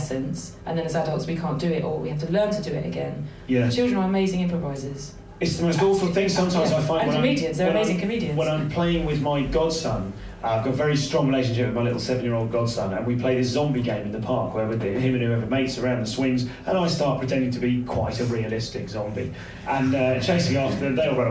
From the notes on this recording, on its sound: Recorded live at the Gilded Balloon during the Edinburgh Fringe.